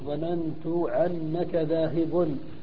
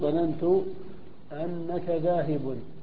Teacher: عنعنة ربيعة، وهي إبدالهم الهمزة عينا · Shown in: first take · بقولهم ظننت عنك ذاهب، يريدون ظننت أنك ذاهب.